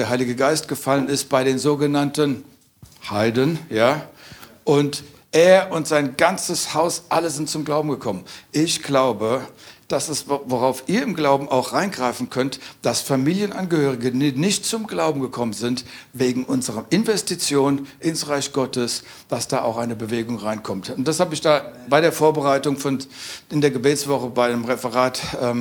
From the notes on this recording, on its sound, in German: aus unserem Vision Sunday Gottesdienst